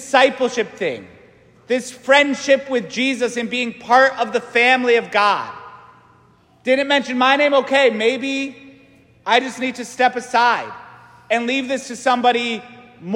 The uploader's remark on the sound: St Francis Catholic parish homily